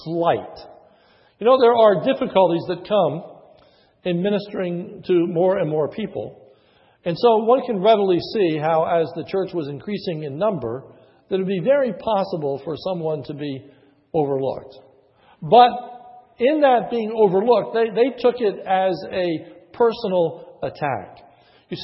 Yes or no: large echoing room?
yes